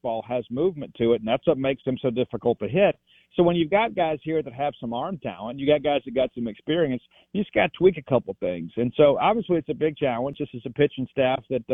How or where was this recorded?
phone line